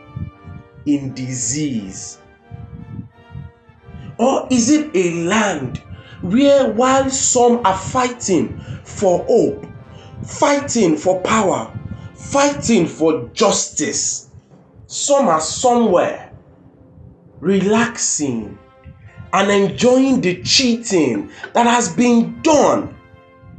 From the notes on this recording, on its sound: Pardon us for the sound.